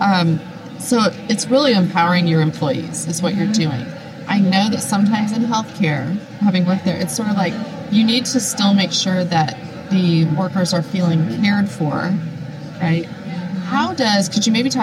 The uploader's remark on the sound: LIVE from isolved Connect. Live from the isolved Connect Conference in Nashville, TN.